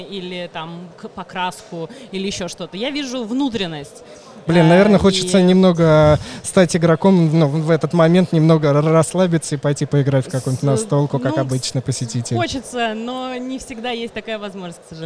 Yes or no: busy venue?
yes